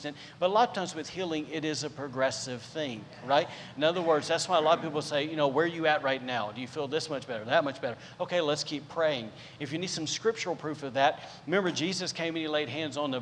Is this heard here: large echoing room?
yes